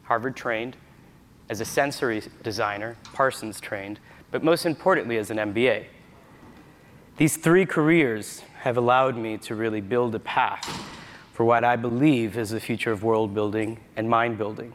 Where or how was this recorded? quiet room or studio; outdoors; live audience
live audience